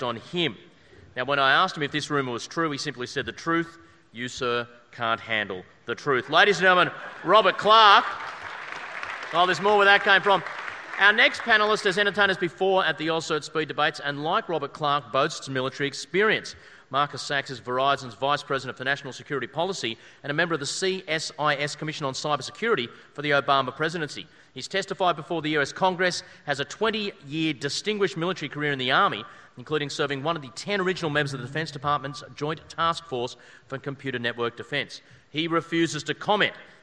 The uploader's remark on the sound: A recording of the AusCERT speed debate. There was a hell of a panel like always.